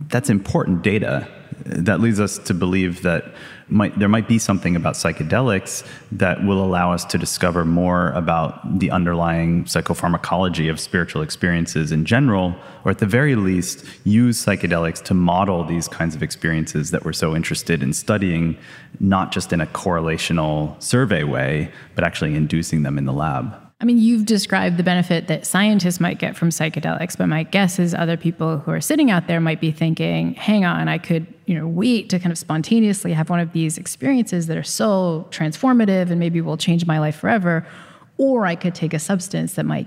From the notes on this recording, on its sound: (LIVE from DC). In front of a live audience in Washington DC.